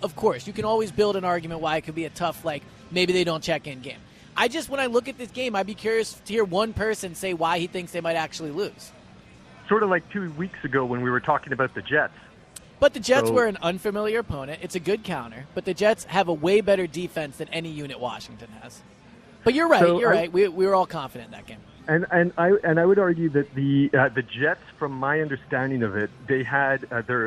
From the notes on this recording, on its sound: live at Parx Casino